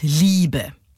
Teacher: Be ist unbetont, Li ist betont, klassischer Trocheus